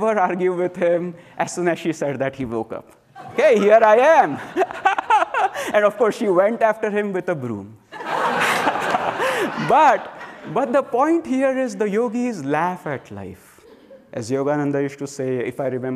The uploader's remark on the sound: during a Sunday Service recorded at Ananda Village March 19th 2023